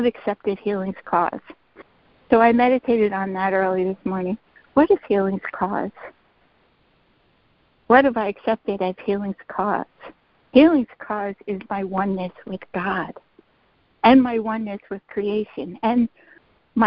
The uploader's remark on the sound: ACIM Daily Conference Call